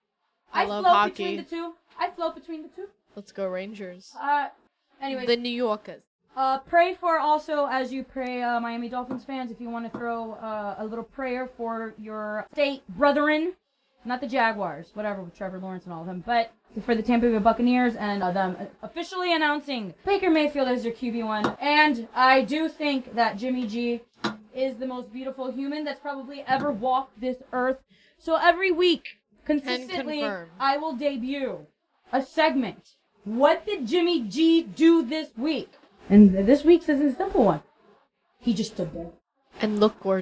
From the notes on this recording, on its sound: It's a poopshow, so naturally the audio is a bit off the first episode.